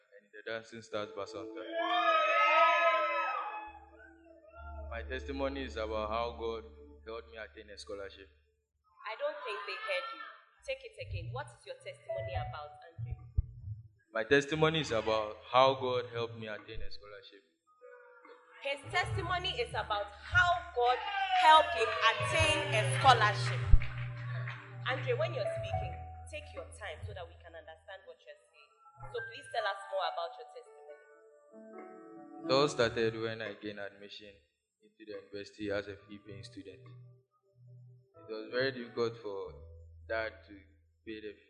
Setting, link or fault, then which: setting, large echoing room